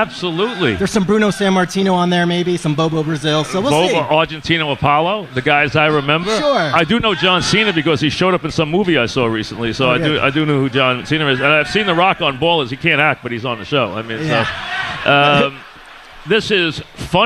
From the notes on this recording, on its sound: live at Bar